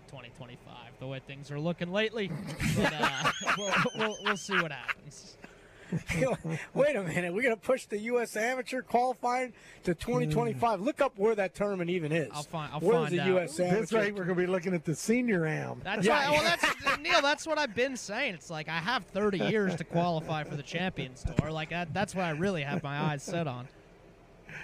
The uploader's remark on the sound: LIVE From Terry Thompson Chevrolet